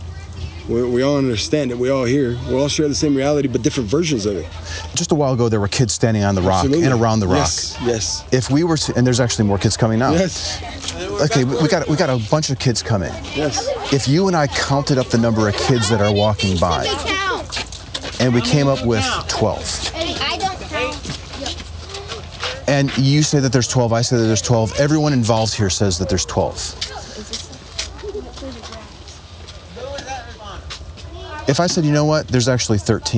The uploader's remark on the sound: Location: San Antonio, Texas. Recorded w/Go-Pro.